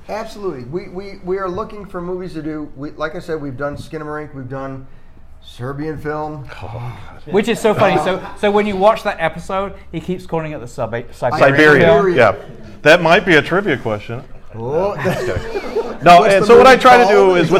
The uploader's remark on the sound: If you werent there for the viewing and live show you definitely missed out.